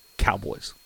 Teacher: Emphasis on the first syllable